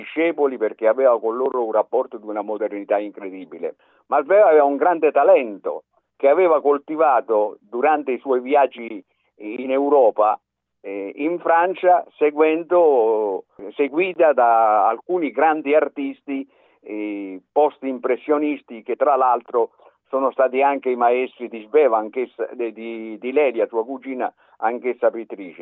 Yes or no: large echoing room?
no